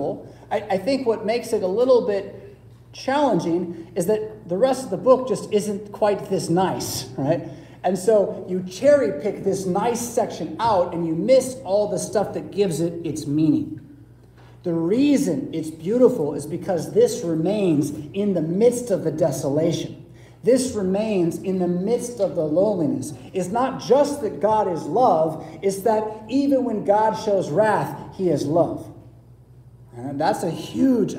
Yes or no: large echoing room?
yes